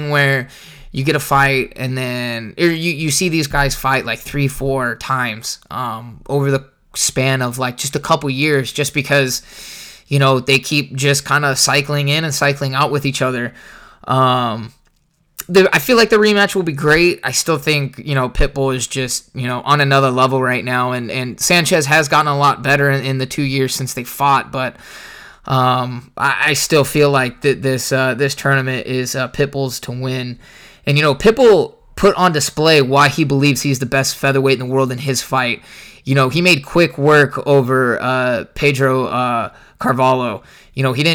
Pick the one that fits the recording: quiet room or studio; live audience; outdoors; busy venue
quiet room or studio